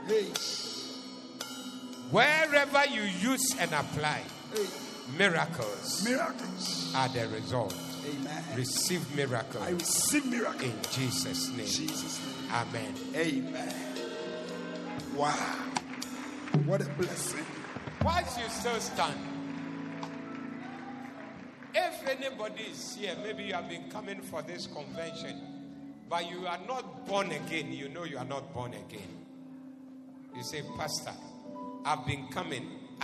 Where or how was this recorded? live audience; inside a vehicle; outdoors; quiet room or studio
live audience